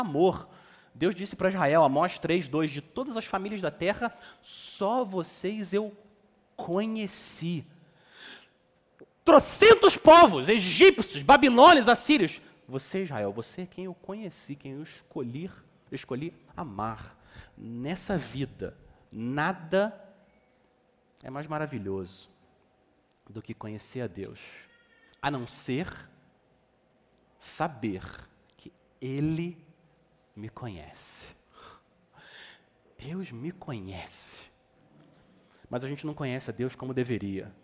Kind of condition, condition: setting, large echoing room